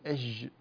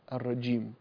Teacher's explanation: ثانيا، إذا وجدت حرف الجيم، فالجيم حرف شديد لا يجري فيه الصوت · Shown in: second take · لا تقل أج، لأنك لو قلت أج جعلت الصوت يجري فيه فصار ضده اللي هو الرخاوة، يصير حرفا رخوا.